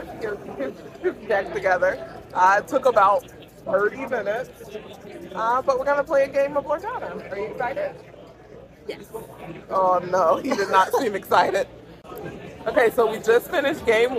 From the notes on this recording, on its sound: We go on location to a local board game convention, QuestCon. We’re on location and ready to play.